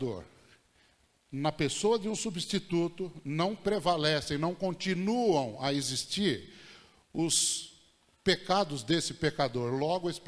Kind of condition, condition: setting, large echoing room